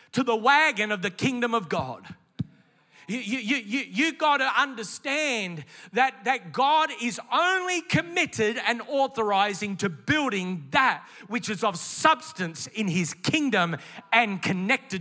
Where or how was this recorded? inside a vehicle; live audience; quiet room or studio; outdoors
live audience